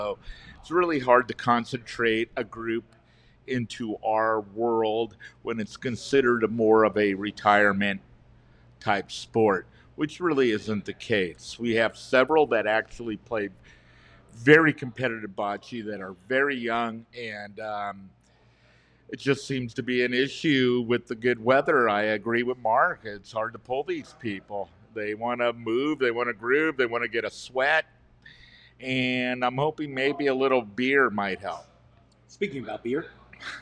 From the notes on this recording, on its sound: Special thanks to Brewing Reserve of California for allowing us to record in their brewery.